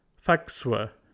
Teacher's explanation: the word were is reduced to its weak form. W, with an embedded schwa sound.